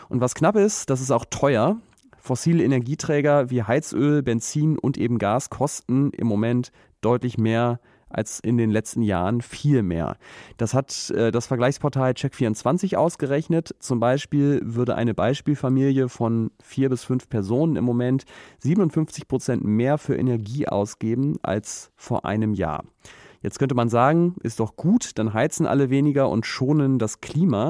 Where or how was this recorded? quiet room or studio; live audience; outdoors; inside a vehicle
quiet room or studio